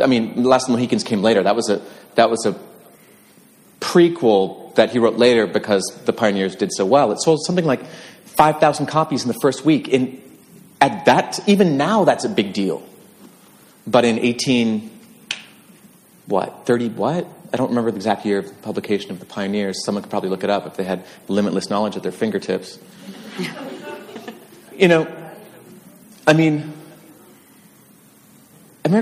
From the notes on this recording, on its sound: This conversation was originally recorded live at the American Writers Museum.